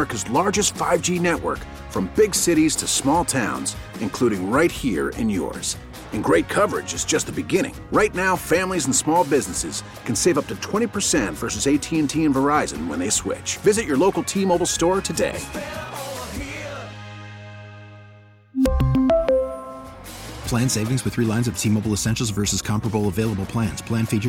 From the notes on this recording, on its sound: takes phone calls